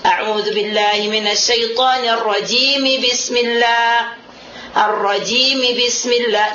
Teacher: Jadi harus kita sambungkan antara mim yang kasrah itu dengan bismillah langsung kita baca.